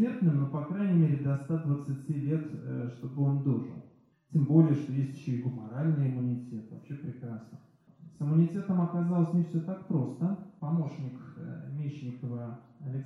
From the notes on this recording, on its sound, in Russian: Лекция в Доме культуры «Ясная Поляна» 14 марта 2020 года